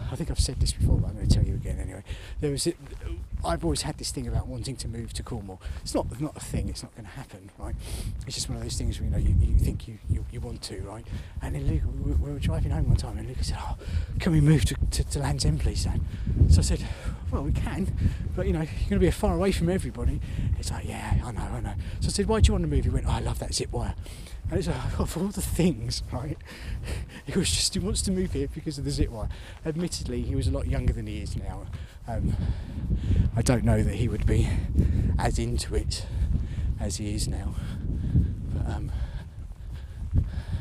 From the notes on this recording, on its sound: Recorded on the hike to Land's End from Sennen cove on the 9th Jan 2024, in the dark and the freezing cold, under the very obvious cover of the milky way.